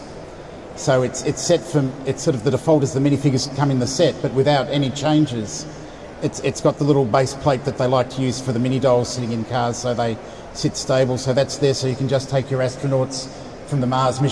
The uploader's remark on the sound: Expect audio anomalies galore. Record an episode in front of a live audience on Convention Day. At Brickvention 2024, in Melbourne Australia. It's also the first time we have recorded an episode while being in the same room, during daylight hours! There's a live convention with around 600 attendees happening in the background, so the audio quality is a little different to our regular episodes.